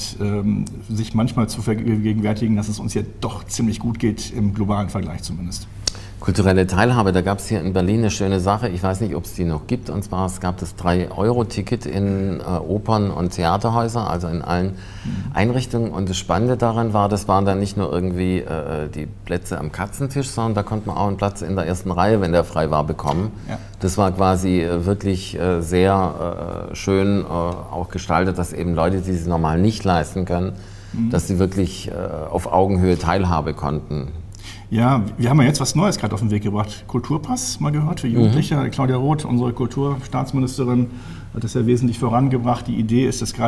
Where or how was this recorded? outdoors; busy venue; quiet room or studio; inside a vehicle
busy venue